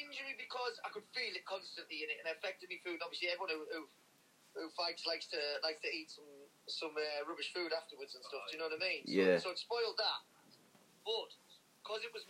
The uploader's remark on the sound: via phone call